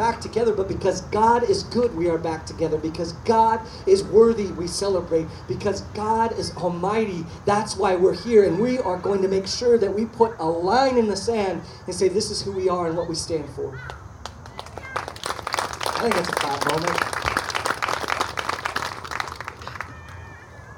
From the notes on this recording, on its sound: Outdoor Baptisms. We apologize for the audio as we were outside and dealing with some technical difficulties.